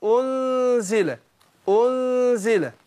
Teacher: النون الساكنه اخفاؤها عند الزاي · Term: إخفاء النون